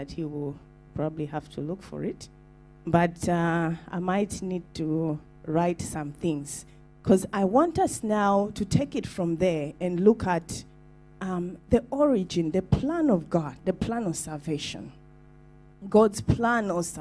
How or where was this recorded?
large echoing room